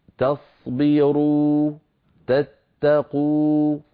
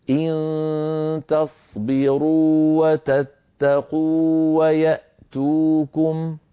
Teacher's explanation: الواو الأولى هنا واو مدية، يعني مد طبيعي بمقدار حركتين، ممطوطة بمقدار الطبيعي هكذا، تصبروا تتقوا.